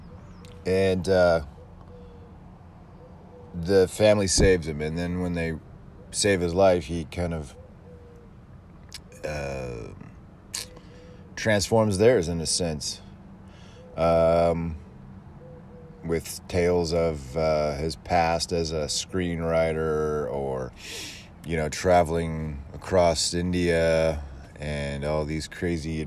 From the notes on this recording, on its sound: Coming to you live from an alleyway in Roseville